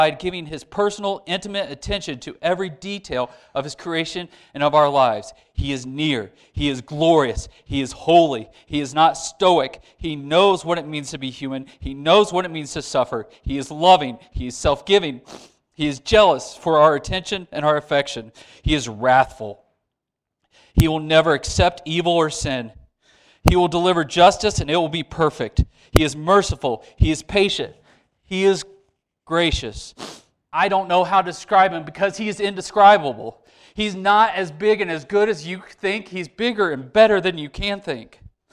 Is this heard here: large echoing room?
yes